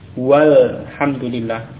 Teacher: Hamzahnya pada alif lam tidak diucapkan ya. Wawu langsung ke lam. · Term: hamzah wasal